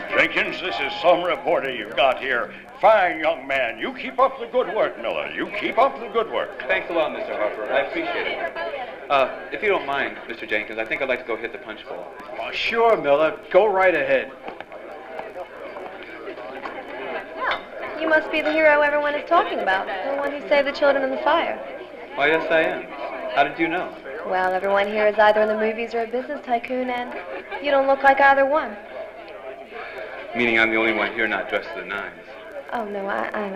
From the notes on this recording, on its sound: Performed before a live audience.